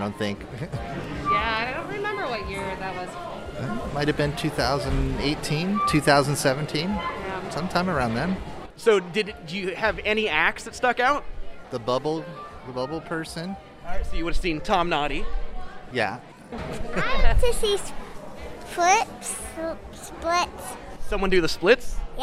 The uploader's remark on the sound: We’re still hanging out backstage at the 2022 Moisture Festival chatting with the performers and people that make the festival happen!